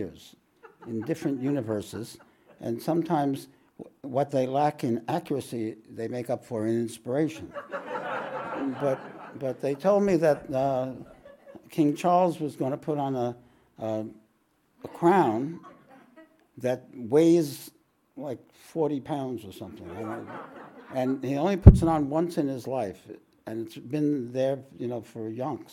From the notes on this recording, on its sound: This podcast was recorded live at The Ashram in Mount Eliza on the 6th of May, 2023.